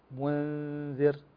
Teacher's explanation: قال وكل مضموم فلن يتم إلا بضم الشفتين ضم فتقول منذر وبعدها تخفي النون في الدال